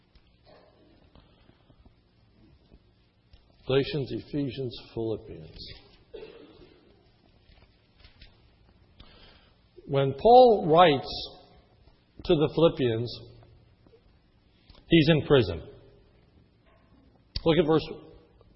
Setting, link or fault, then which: setting, large echoing room